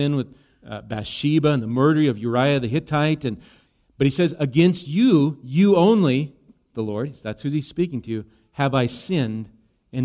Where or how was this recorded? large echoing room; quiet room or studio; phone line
large echoing room